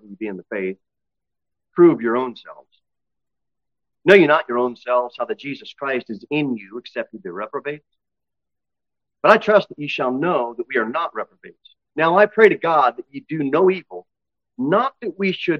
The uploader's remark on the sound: Sermon delivered at Pilgrim Baptist Church. Pilgrim Baptist Church, located at 229 W. Cookeville, TN 38501.